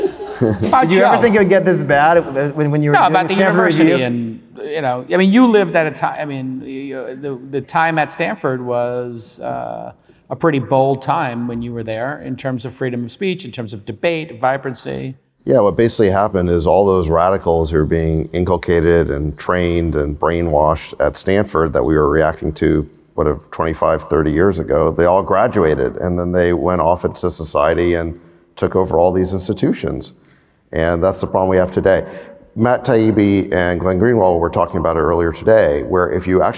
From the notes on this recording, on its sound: This talk was recorded LIVE at the All-In Summit in Miami!